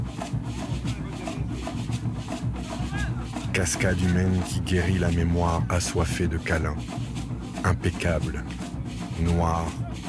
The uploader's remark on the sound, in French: Sur un montage de sons enregistrés pendant le carnaval en Guadeloupe.